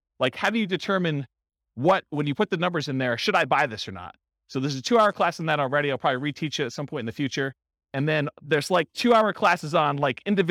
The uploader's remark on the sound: This was a live class recorded.